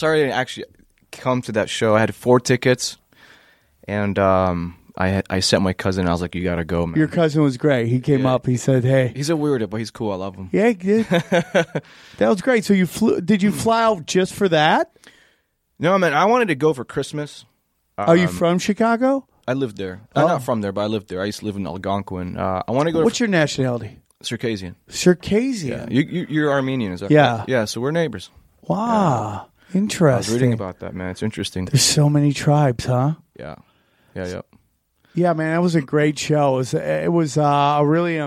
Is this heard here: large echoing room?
no